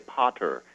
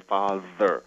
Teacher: crisp sounds that we call stops, like p, became hissy sounds, which we call fricatives, like f.